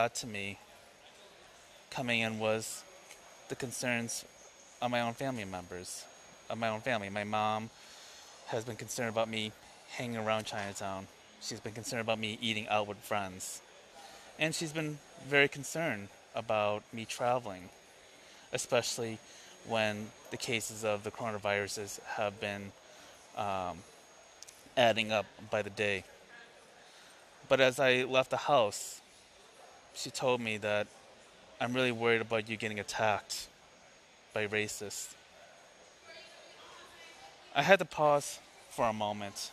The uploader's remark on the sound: I decided to do an impromptu episode, breaking away from my normal podcast routine. Episode aired live from Chicago O'Hare airport as I'm preparing to leave for Los Angeles tonight.